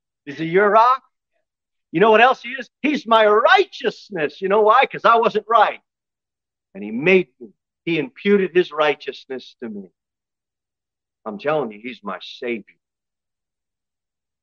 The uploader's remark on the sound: Sermon delivered at Pilgrim Baptist Church on Sunday, March 19, 2023, at 11:15 am. Jere Whitson Rd.